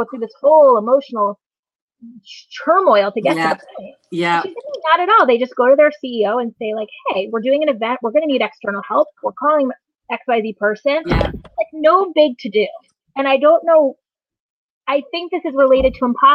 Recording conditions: video call